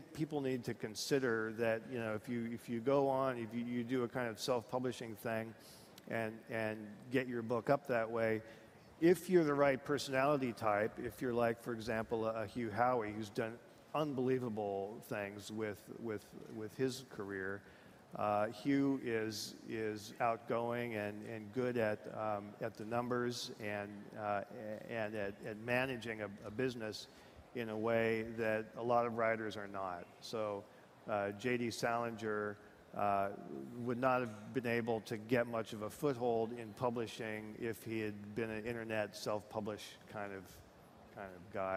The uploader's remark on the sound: on stage at Disrupt in San Francisco